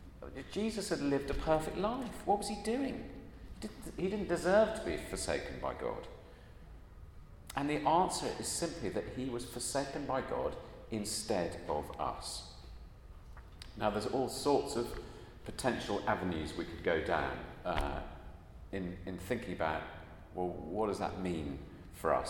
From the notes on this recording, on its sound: At a Christians in Parliament Chapel Service which was held in the Chapel of St Mary Undercroft on Tuesday 28th March 2023.